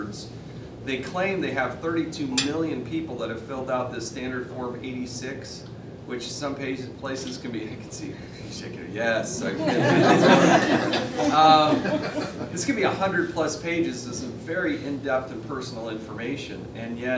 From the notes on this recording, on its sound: Addresses The Ripon Society. Appeared before a breakfast meeting of The Ripon Society, delivering a speech.